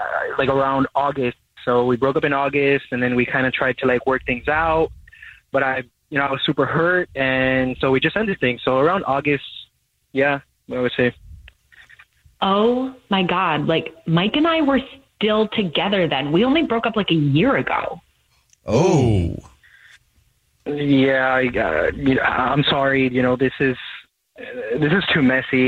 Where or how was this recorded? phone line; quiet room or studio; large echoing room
phone line